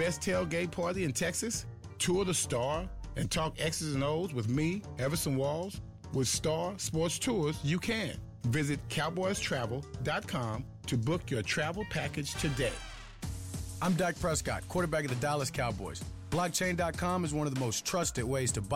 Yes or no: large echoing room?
no